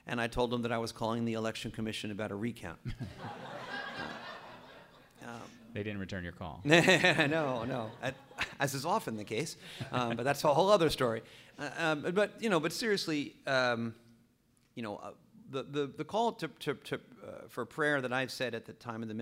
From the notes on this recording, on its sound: Recorded live in front of an audience of Just City supporters at Crosstown Concourse.